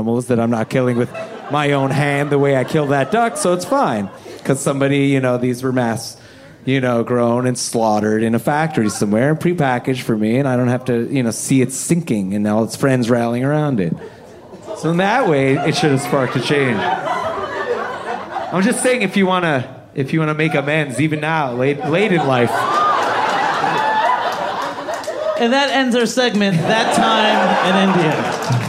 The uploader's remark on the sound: Recorded live in front of a paying audience. At Littlefield in Brooklyn, NY.